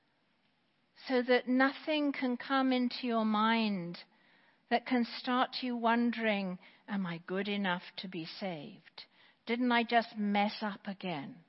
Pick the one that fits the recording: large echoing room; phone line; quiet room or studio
large echoing room